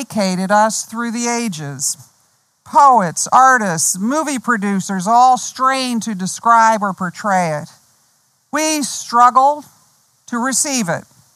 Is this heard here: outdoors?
yes